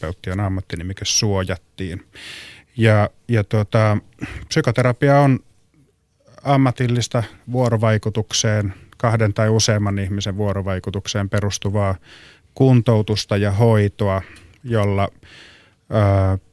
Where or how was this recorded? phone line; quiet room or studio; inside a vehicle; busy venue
quiet room or studio